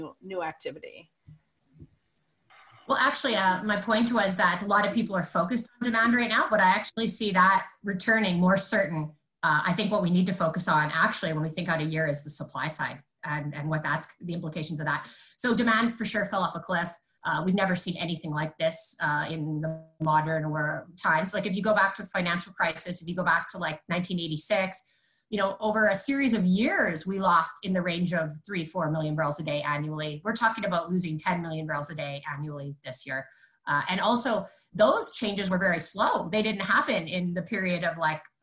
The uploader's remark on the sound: This episode was originally recorded as a webinar